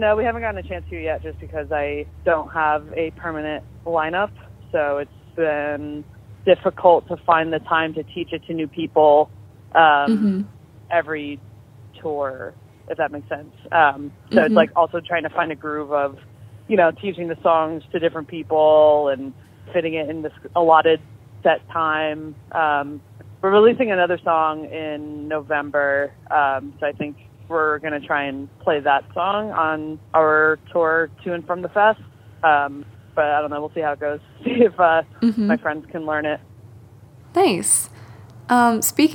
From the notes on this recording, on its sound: talked over the phone